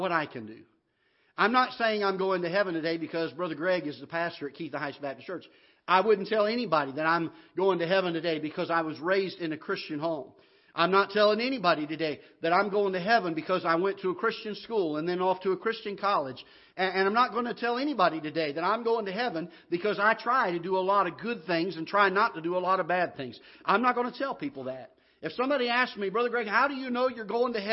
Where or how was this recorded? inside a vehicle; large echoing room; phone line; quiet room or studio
large echoing room